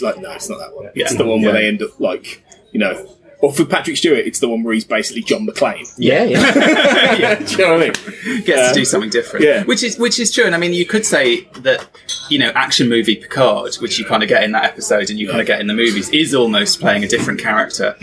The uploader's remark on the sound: recorded during the Destination Star Trek convention in Birmingham, UK